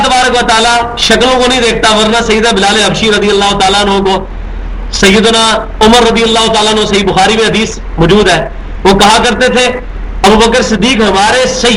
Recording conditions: large echoing room